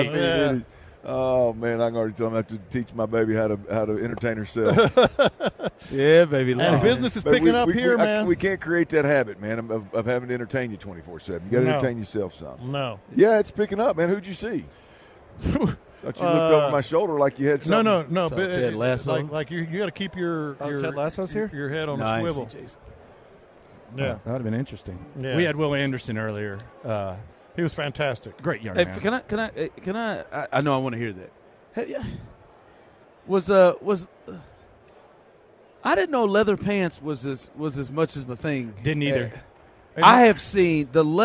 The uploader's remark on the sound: In The Loop LIVE In Vegas. Live from Radio Row.